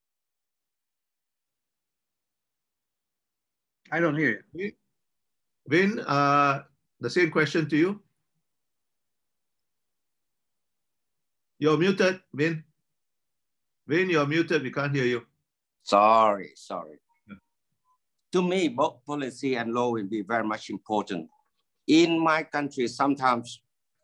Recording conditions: video call